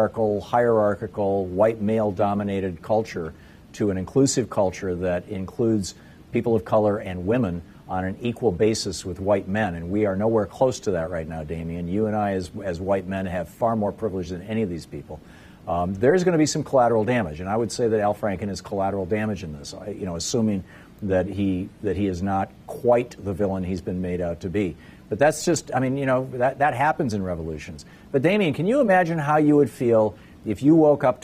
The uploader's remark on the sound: Broadcasting LIVE from the American Postal Workers Union